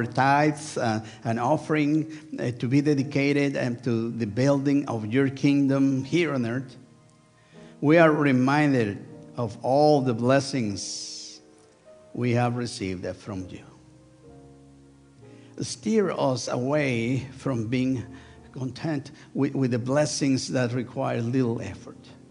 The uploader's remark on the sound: Sunday worship service of First United Methodist Church of Pacoima, recorded live on August 6, 2023. We are located at 12550 Van Nuys Blvd.